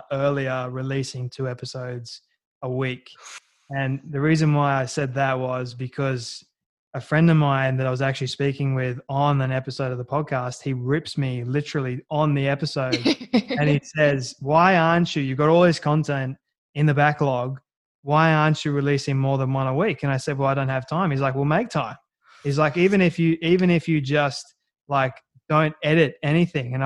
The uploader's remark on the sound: All the way in Sydney, Australia (thank you Zoom!).